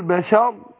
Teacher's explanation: خد بالك أقول بشر عملت إيه فخمت الراء